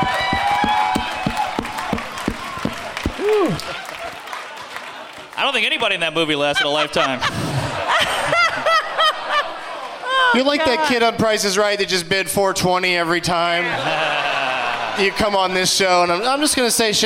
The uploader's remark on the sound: Live from the Gramercy Theatre in New York City